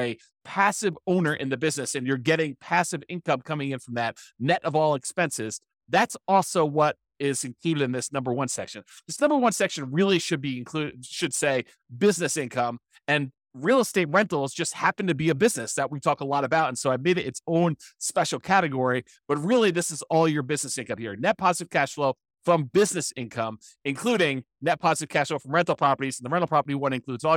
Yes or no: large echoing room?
no